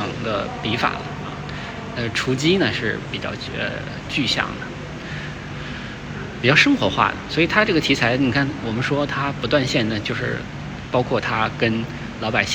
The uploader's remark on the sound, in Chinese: 这是一个视频，也没有任何的准备，就是在看展现场一边看一边谈感受。清华艺博。